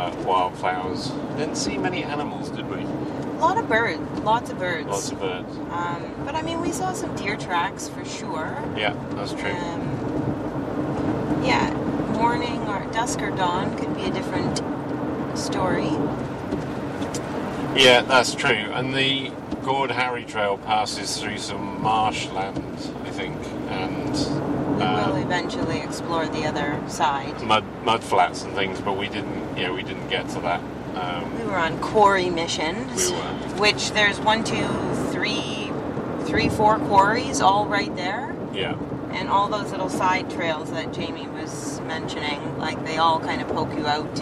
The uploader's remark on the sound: We recorded this in the car in the rain so you may hear some noises.